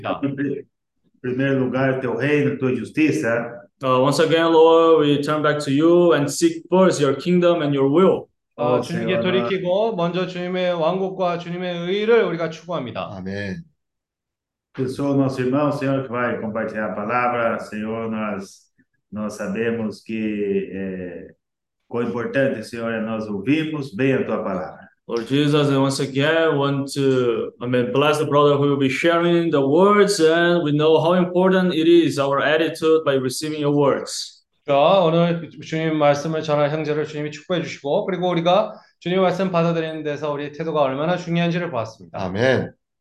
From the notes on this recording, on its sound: zoom meeting Wednesday